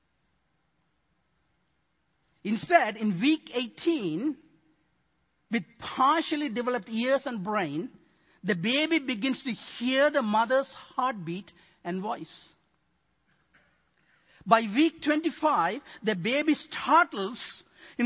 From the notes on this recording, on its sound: Midland Evangelical Free Church Sermon Audio